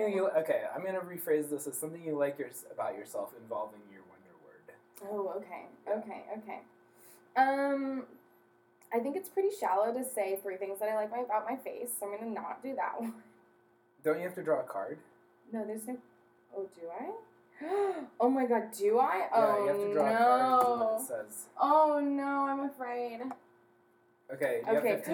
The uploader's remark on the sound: Apologies ahead of time for audio quality. We're new to this and we're still learning the technical side of things!